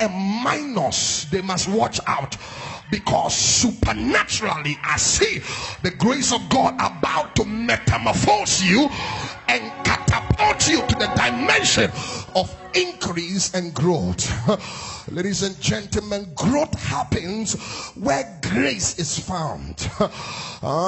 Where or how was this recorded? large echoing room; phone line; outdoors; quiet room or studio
large echoing room